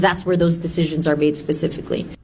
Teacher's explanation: It's easy to make fun of it because of the uptalk and just the where the voice raises. The voice goes up at the end of the sentence